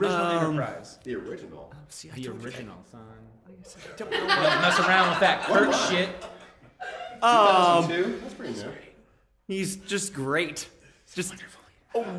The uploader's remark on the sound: Originally Recorded Live at Packrat Comics, it is now performed at MadLabs Columbus the second Saturday of every month! Packrat Comics is a fun family friendly comic shop located in the heart of Old Hilliard.